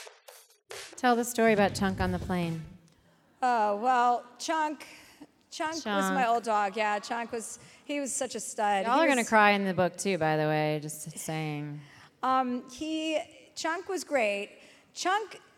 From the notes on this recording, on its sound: live in Dallas